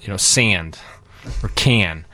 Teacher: the A is sort of back in the throat · Term: Northern Cities vowel shift